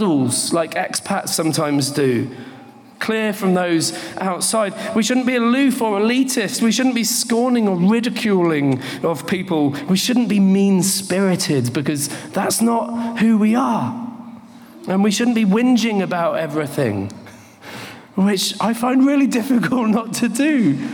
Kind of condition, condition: setting, live audience